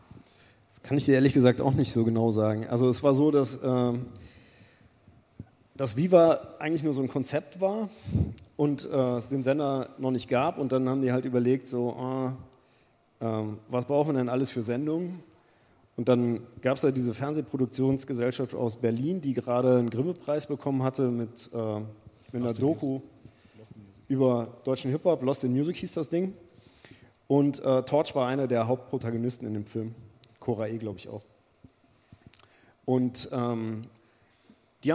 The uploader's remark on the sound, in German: In Köln gesellten sich gleich drei Deutschrap-Urgesteine zu den beiden auf die Bühne